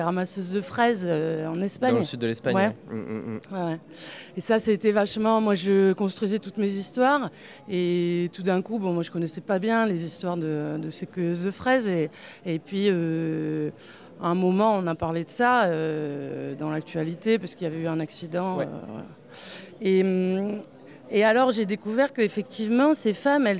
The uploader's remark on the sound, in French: Une discussion enregistrée lors de la 11ème édition de Formula Bula, centre névralgique de la BD alternative le temps d'un week-end.